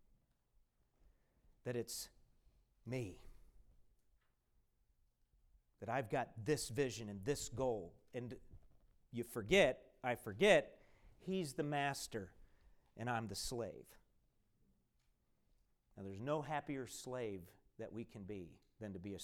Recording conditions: large echoing room